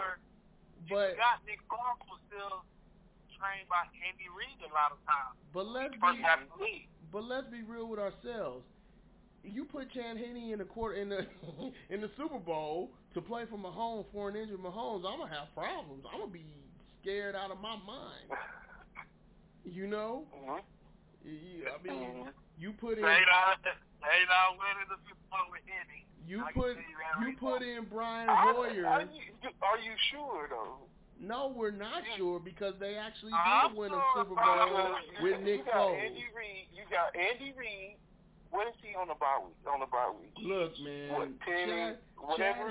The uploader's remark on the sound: Please excuse the audio.